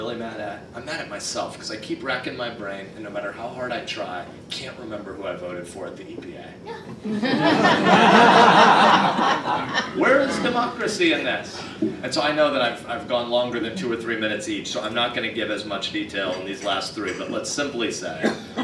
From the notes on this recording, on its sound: appeared before a breakfast meeting of The Ripon Society